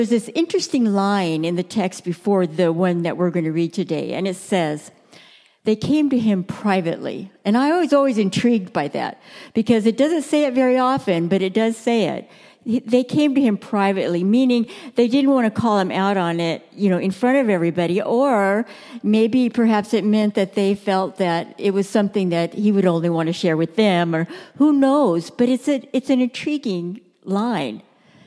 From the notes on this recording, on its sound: Message delivered during the Contemporary Worship service.